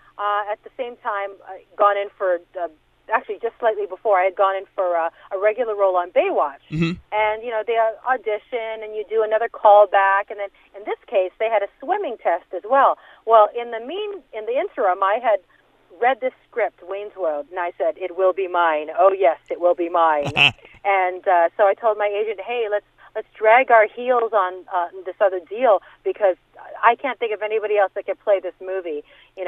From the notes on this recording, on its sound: called in to the Point Morning Show